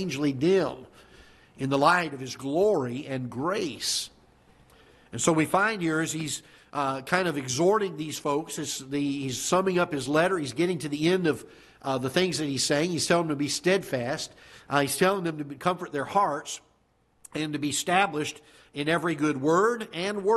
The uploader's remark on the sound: Ketha Heights Baptist Church ~ Live Broadcast.